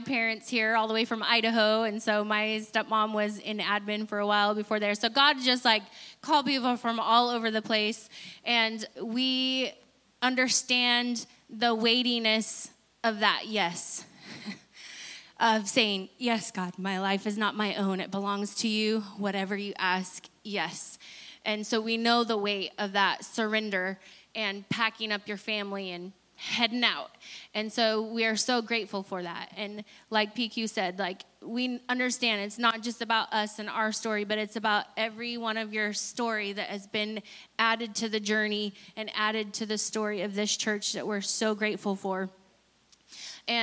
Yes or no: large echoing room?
yes